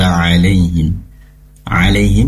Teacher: pastikan huruf ain keluar dari tenggorokan bagian tengah